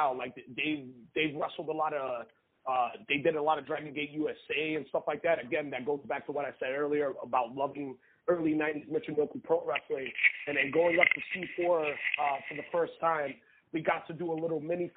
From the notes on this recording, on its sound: Media Teleconference Interview